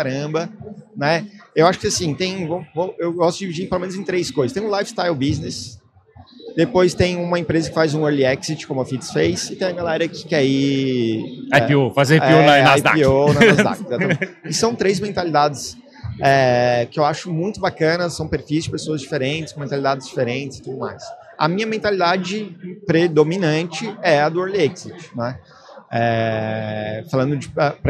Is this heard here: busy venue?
yes